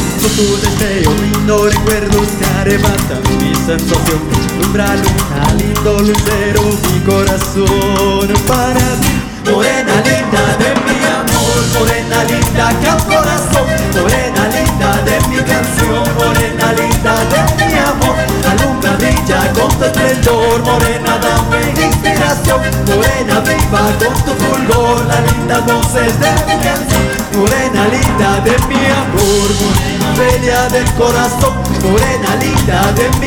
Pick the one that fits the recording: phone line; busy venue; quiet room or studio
busy venue